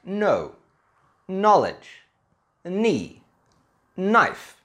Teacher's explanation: In these words, we don't say the K, and we only say the N. The reason is, for the most part, English doesn't have a KN sound.